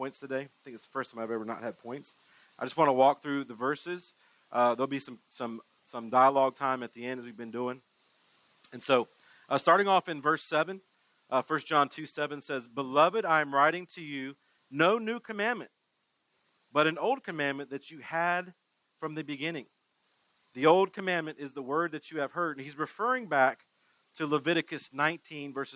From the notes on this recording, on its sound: The sermon was preached on 09-04-22.